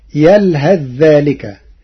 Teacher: قرأ ورش كلمة يلهث بالإظهار وصلا